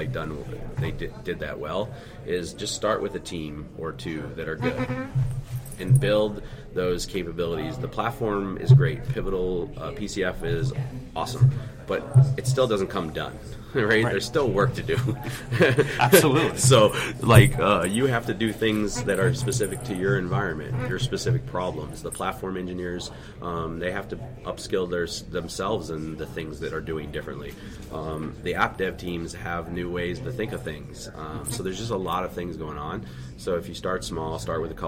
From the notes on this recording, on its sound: recorded on the floor of Cloud Foundry Summit 2019 in Philadelphia